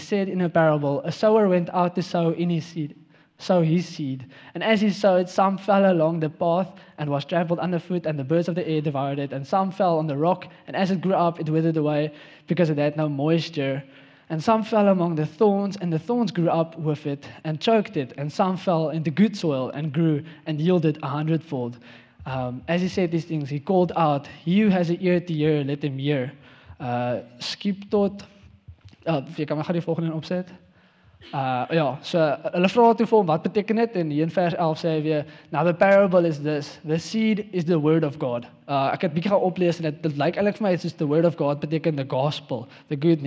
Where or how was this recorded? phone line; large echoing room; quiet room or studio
large echoing room